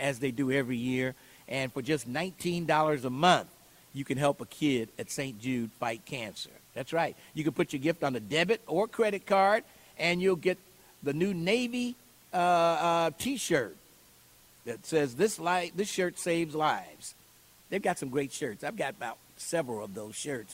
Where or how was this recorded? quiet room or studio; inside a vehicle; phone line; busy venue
busy venue